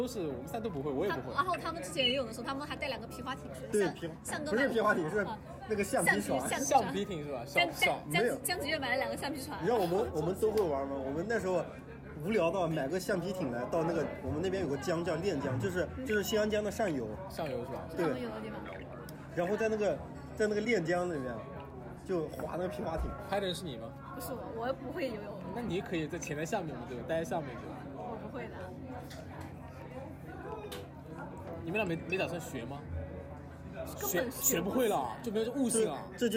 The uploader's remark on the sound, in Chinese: 声音嘈杂，喝酒分享